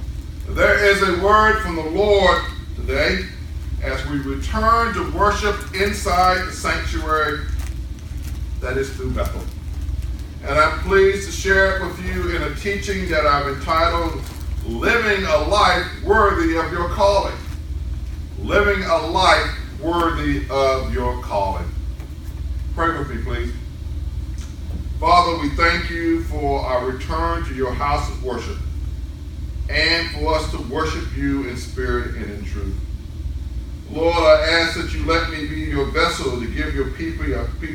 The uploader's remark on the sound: New Bethel returns in-person worship. Sermon recorded live.